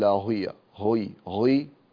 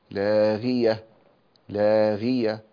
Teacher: الغين المكسورة في أدنى درجات التفخيم، فلا نرفعها إلى درجة أعلى · Shown in: second take · لا نقول لاغية، غي غي رفعتها، نزل تحت لاغية لاغية.